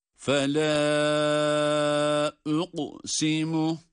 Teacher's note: Fela uqsimu derken bir meddi munfasıl var. Dört elif miktarı kadar uzatabileceğimiz bir yer.